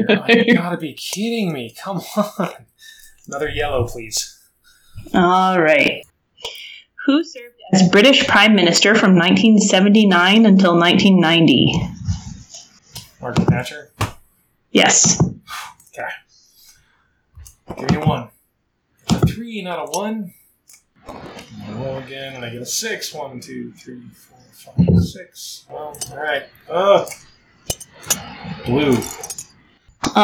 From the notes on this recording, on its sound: The audio quality is lower than normal